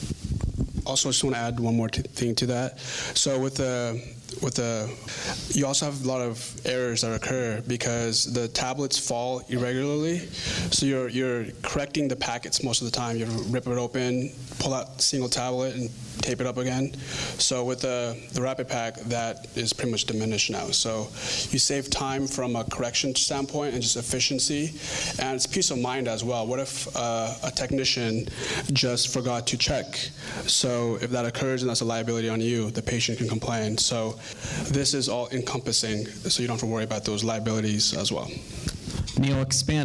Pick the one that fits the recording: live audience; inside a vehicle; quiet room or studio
live audience